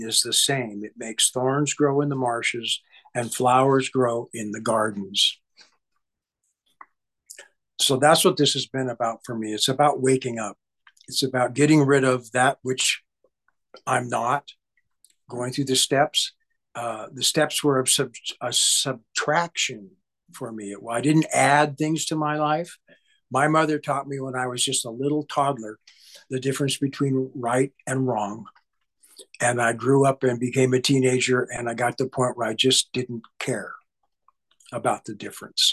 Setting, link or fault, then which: link, video call